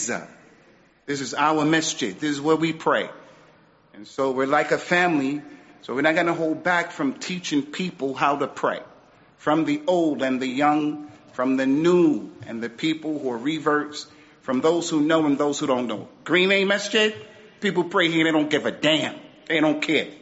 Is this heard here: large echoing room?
yes